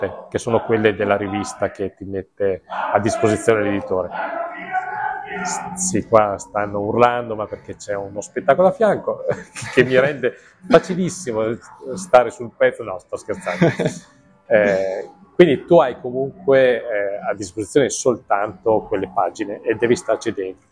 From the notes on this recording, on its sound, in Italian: Durante il festival “Pazza Idea” di Cagliari